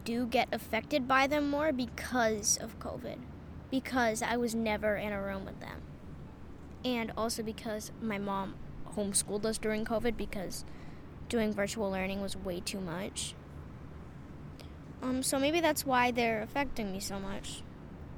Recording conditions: wind noise